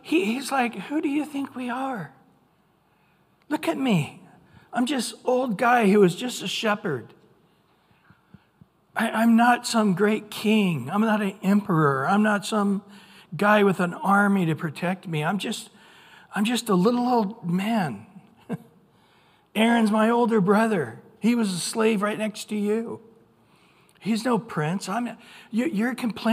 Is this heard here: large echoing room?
yes